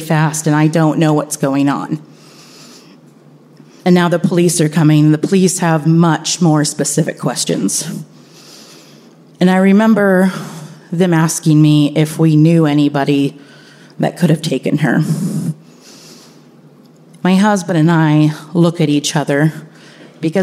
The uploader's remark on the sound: Live From Richmond!